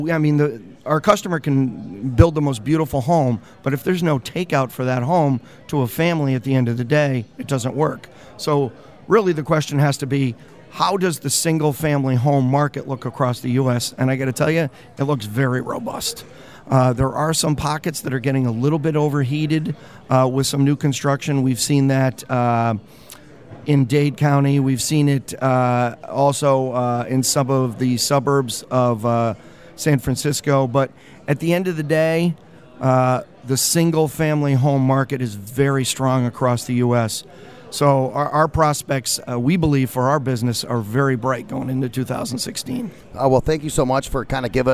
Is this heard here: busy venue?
yes